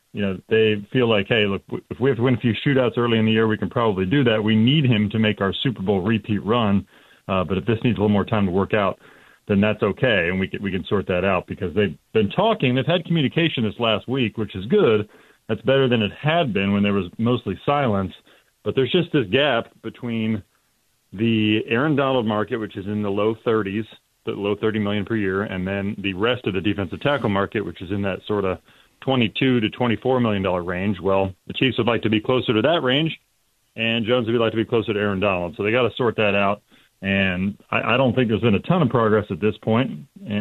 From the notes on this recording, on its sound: We go to the phone and hear some bold predictions from our listeners as well.